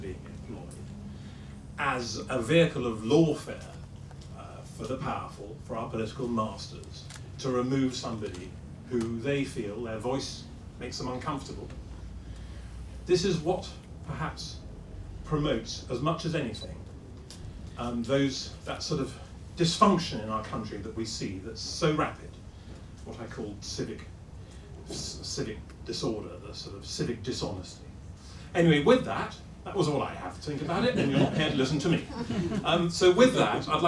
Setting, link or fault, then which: setting, live audience